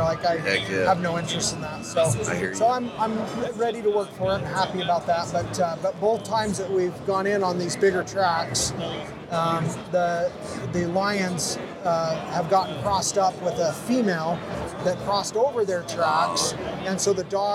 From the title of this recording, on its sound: Live From Hunt Expo 2020